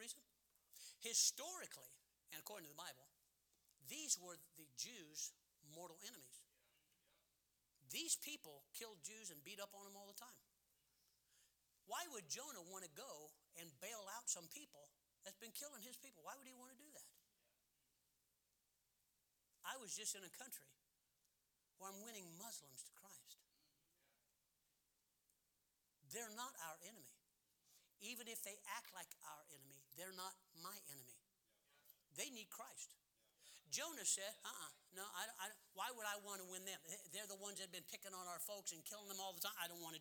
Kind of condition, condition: setting, large echoing room